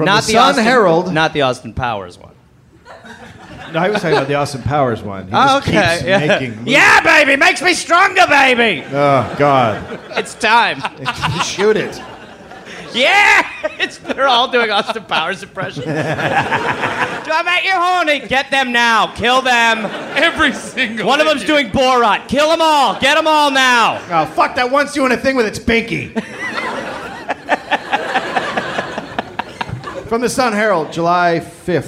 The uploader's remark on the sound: Live in Australia